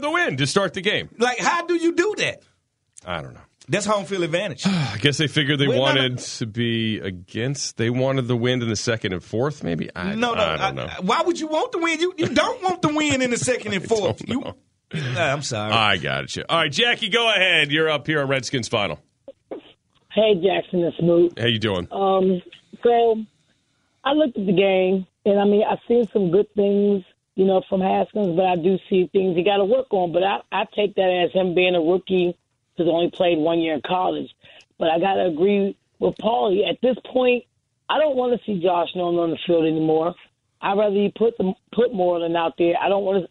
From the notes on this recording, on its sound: fans call in to give thoughts as well.